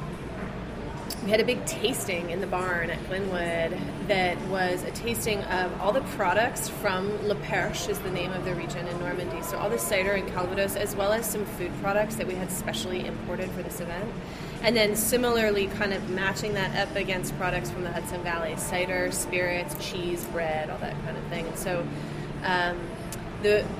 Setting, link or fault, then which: setting, busy venue